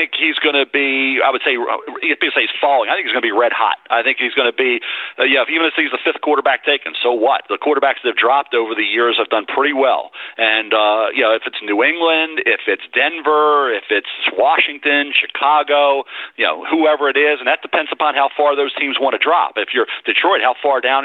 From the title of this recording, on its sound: NFL Draft Conference Call